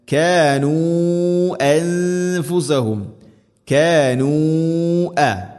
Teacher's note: വലാകിൻ കാനു, കാനു അൻഫുസഹും, കാനു അ മദ്ദിൻ്റെ അക്ഷരമായ വാവ് ശേഷം ഹംസ അടുത്ത പദത്തിൽ, മദ് മുൻഫസിൽ, നാലോ അഞ്ചോ ഹർക്കത്തിൻ്റെ ഖദറിൽ നീട്ടാവുന്ന മദ്ദാണ് മുൻഫസിൽ